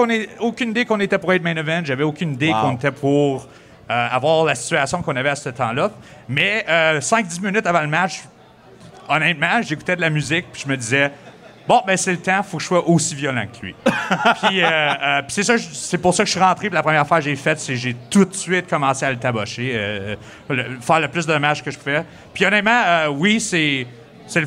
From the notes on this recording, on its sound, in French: Enregistrent un épisode spécial devant public à Gatineau, tout juste avant un spectacle de Lutte 07, dans le cadre du Festival de la Radio Numérique.